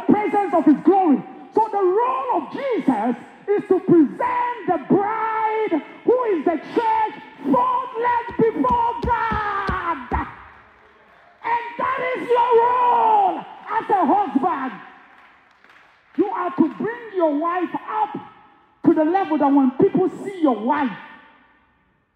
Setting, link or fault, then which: setting, live audience